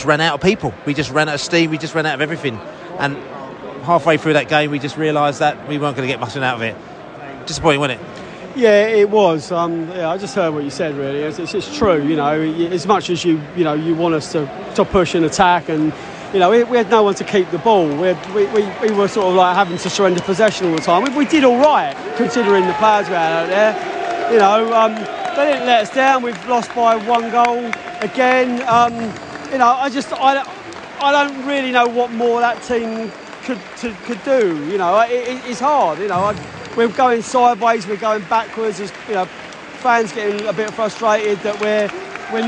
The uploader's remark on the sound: post-match podcast from the stands